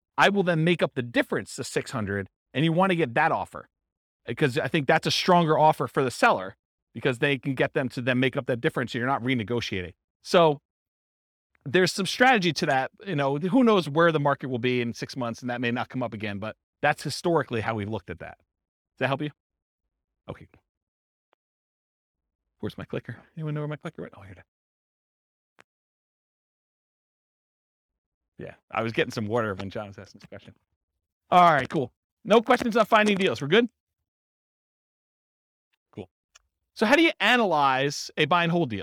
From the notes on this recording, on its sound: This was a live class recorded.